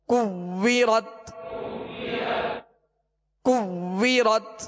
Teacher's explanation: واو میں ہونٹ گول کریں گے اور یہ واو مشدد ہے لہذا جمعوں کے ساتھ پڑھیں